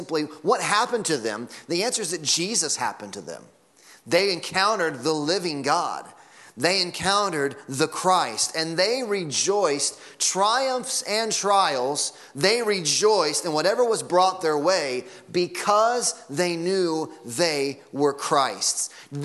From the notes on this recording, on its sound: Sunday Morning Sermon Audio.